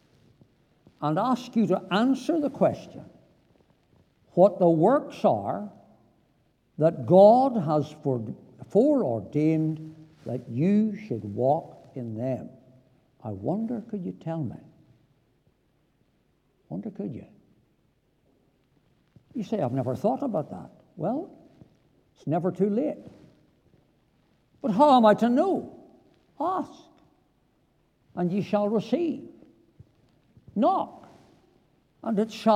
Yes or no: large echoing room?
yes